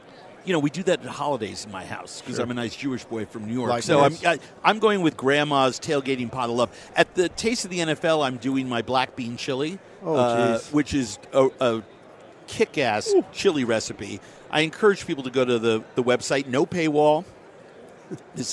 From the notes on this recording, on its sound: Live from Super Bowl Radio Row.